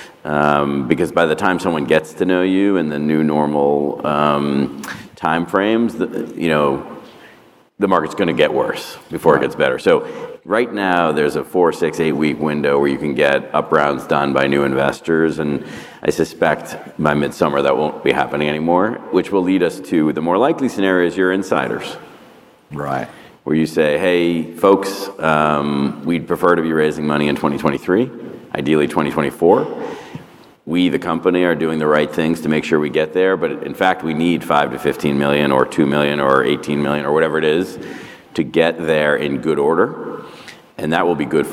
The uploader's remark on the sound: This recording is from Fintech Nexus USA (formerly known as LendIt Fintech USA) held at the Javits Center in New York City on May 25-26, 2022. It is from our Keynote stage.